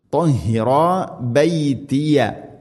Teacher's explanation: തൊഹിറ എന്ന് രണ്ട് ഹർക്കത്ത് നീട്ടണം